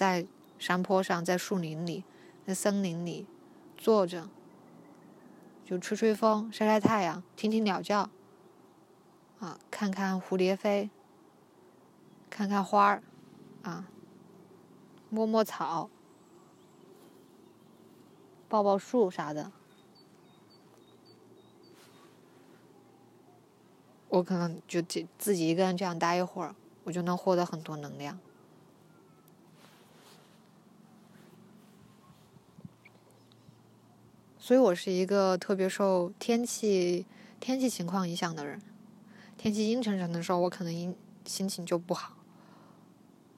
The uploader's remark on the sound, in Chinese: 户外活动：山坡草甸上。我拿着手机走到山坡，坐在草甸上录完了这一期。你会听到包含鸟叫声、风声的自然白噪音。